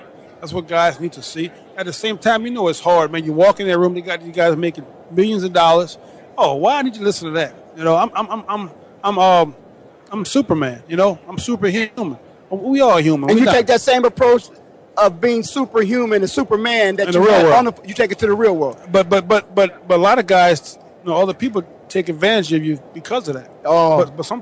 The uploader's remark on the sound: LIVE FEB 2nd 2013 from the Player Networking Event in New Orleans. LIVE from New Orleans Louisiana at super Bowl 47.